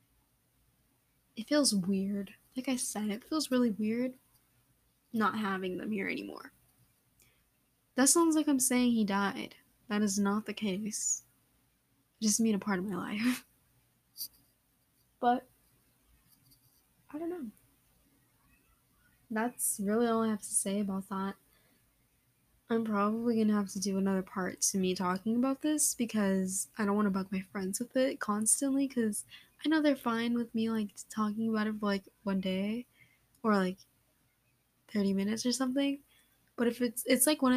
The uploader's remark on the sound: u can hear the mic moving AND NEAR THE END MY LAPTOP KEEPS GETTING NOTIFS